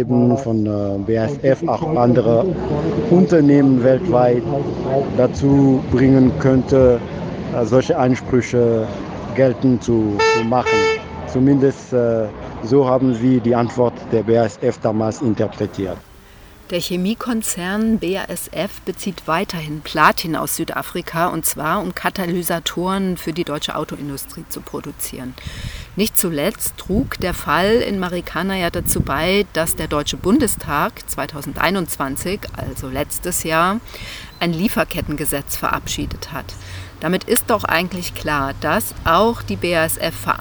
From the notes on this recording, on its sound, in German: Kundgebung bei BASF. Er ist vor Ort auf der Kundgebung, während der südnordfunk von Freiburg aus per Sprachnachricht Fragen stellt.